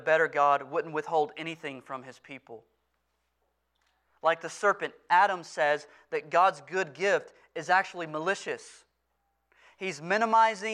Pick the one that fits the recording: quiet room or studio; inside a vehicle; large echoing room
large echoing room